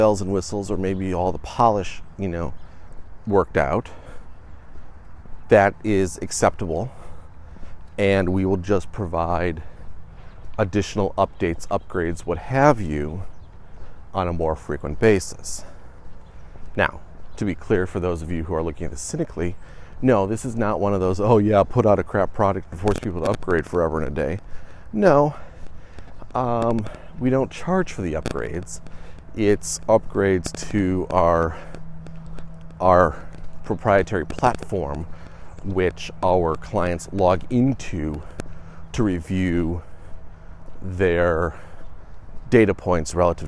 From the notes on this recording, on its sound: walk and talk